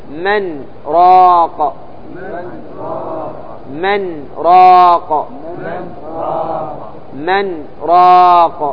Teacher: قال استثناءات، يمتنع إدغام النون في الراء بسبب السكت في من راق، يعني إذا سكت تظهر النون فتقول من راق، تسكت على النون